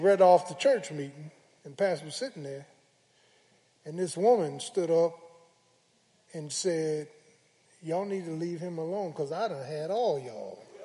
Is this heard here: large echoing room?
yes